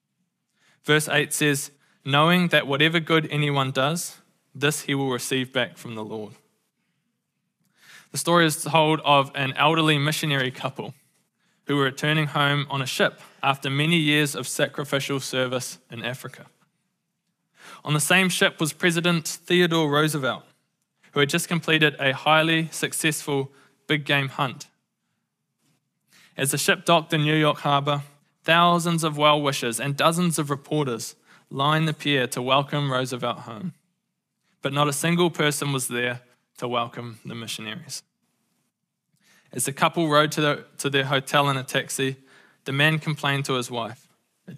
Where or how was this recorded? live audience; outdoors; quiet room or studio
live audience